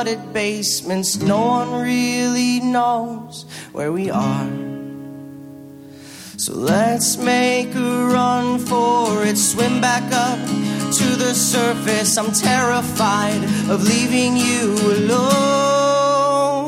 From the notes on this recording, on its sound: Live at Union Hall. We recorded our momentous 100th episode in front of a live audience at Union Hall, Brooklyn.